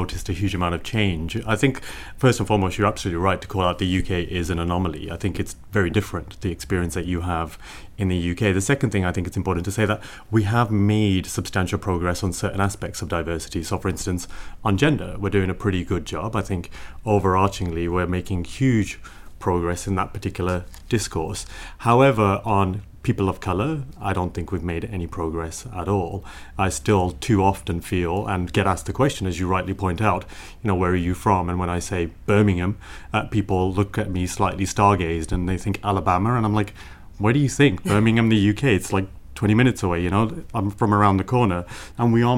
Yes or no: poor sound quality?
no